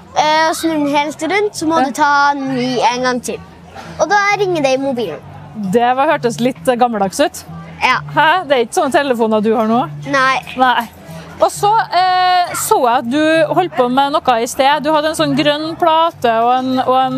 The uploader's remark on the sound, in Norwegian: Hun er på Skaperfest sammen med mammaen sin. Trondheim Tech Ports InnovasjonsPodcast ble spilt inn under årets Trondheim Skaperfest , midt på torvet i teknologihovedstaden Trondheim. Podcasten er gjort mulig i samarbeid med Nomono , som lånte oss sitt bærbare podcast-studio, fylt med splitter ny lydteknologi fra SINTEF .